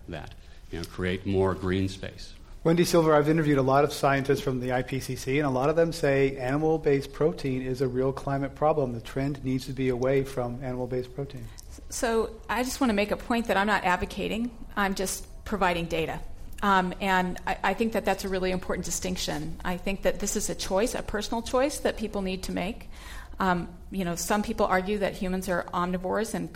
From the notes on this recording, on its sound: This program was recorded in front of a live audience at the Commonwealth Club of California on January 29, 2015.